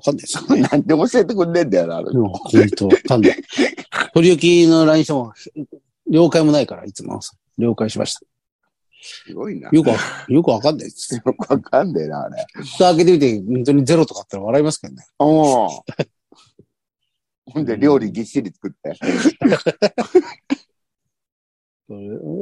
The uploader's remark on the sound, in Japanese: ZOOMで収録